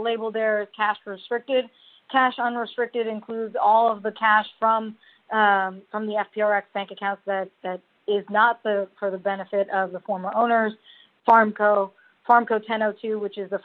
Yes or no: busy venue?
no